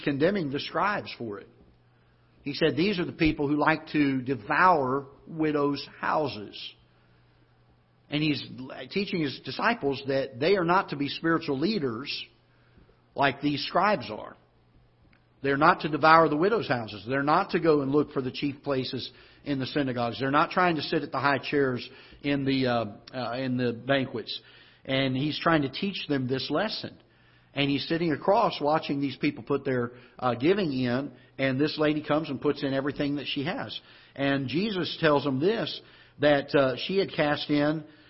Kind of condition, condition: setting, large echoing room